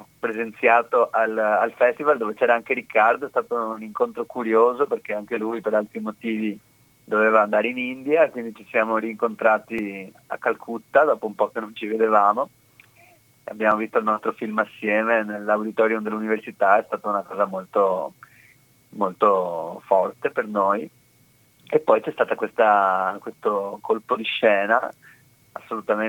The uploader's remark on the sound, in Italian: In studio. Al telefono in diretta.